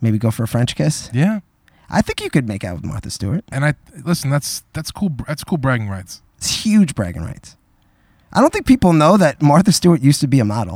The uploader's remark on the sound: On their first ever live backyard show